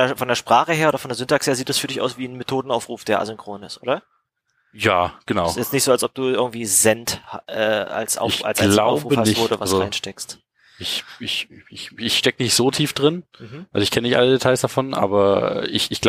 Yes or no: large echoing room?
no